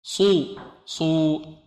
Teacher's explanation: نضم الشفتين مع الصاد، لماذا؟ لأنها مضمومة